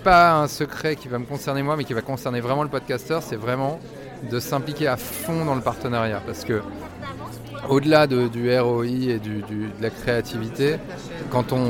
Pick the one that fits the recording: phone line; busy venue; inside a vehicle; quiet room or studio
busy venue